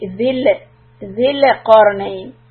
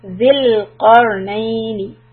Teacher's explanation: Make sure when you connect to the lam sukun, zil, you keep the tongue steady, don't let it drop. · Shown in: second take · Otherwise, you'll end up with a qalqala sound on lam, and that we do not want to do.